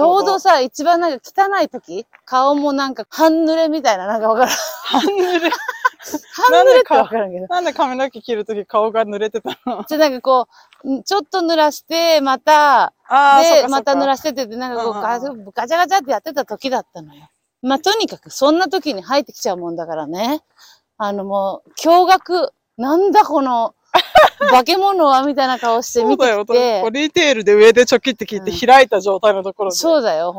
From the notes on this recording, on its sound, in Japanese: アメリカ・アリゾナ州発。アリゾナの朝日をバックに早朝ハイキング！歩きながらの収録だったので、お聞き苦しいところがあったらごめんなさい！